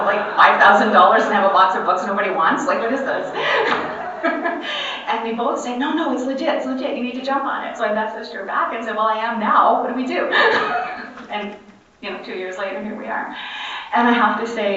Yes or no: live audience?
yes